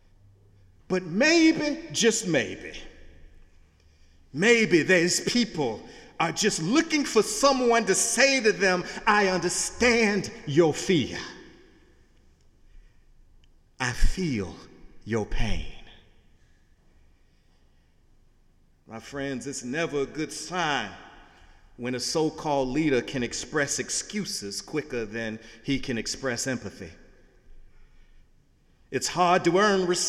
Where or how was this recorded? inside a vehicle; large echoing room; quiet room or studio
large echoing room